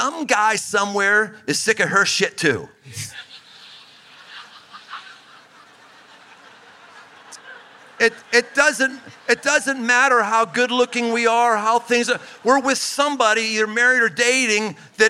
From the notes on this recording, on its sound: Recorded in front of nearly a thousand husbands and wives at Couples Camp, in southeast Ohio